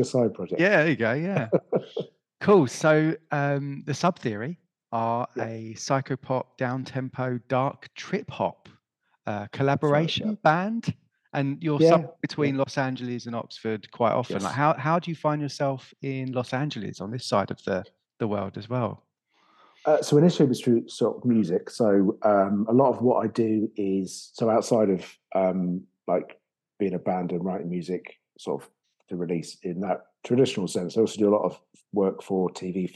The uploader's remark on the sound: joining us for a "Z-interview" (Zoom interview) all the way from Blighty (in the UK)